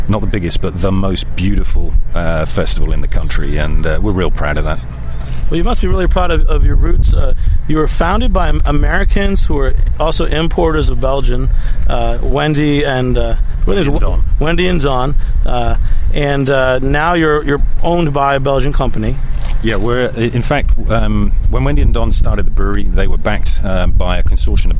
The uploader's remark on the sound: Beer Sessions Radio at Brewery Ommegang’s Belgium Comes to Cooperstown beer festival.